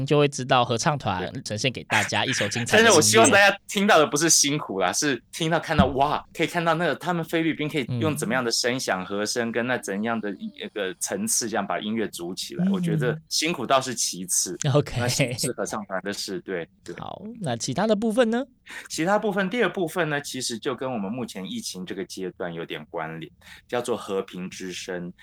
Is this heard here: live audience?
no